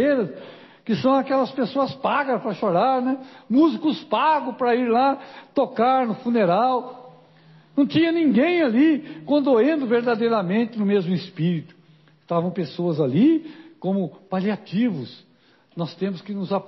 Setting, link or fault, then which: setting, large echoing room